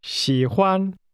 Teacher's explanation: That's pronounced with a falling, rising tone, followed by a high level tone.